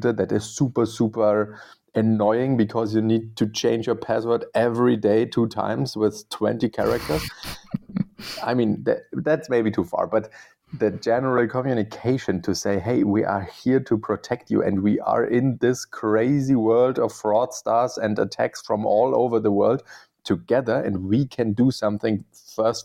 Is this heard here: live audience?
no